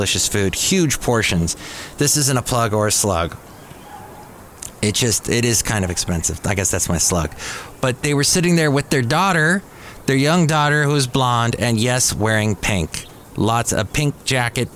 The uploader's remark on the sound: podcasts live from Café Anyway